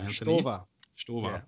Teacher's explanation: if you have an ST in German, it basically is pronounced as SHT